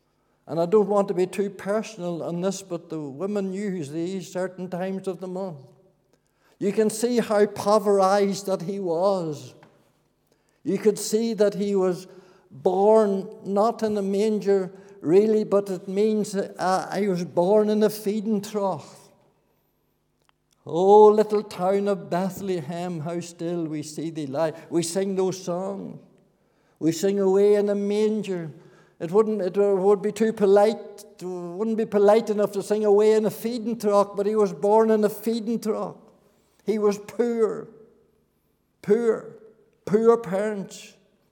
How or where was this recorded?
large echoing room